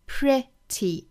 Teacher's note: 嘴角两边裂开，形成一个 e 的发音，相当于是长元音 e 的短版 e